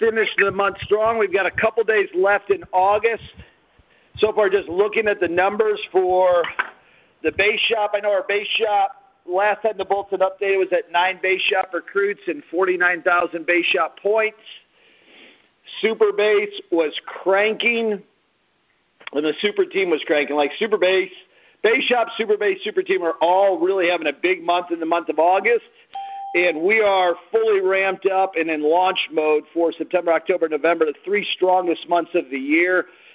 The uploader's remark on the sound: Team Freedom conference call on 8/30/19.